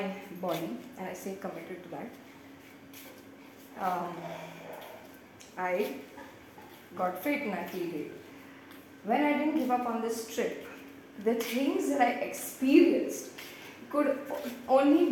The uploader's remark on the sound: Sorry about the audio on this one.